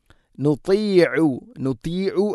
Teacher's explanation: ത ഉച്ചരിക്കുമ്പോൾ ഇത്ബാഖ് എന്ന സിഫത്ത് നൽകി സ്വരഭാരത്തിലാക്കണം.